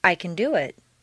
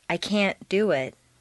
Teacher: Reduce the positive can to kun and stress the verb. · Shown in: first take · Make the negative can't sound very short and stress both can't and the verb. This will contrast with the positive emphasized can, which is doubled, and the verb is not stressed.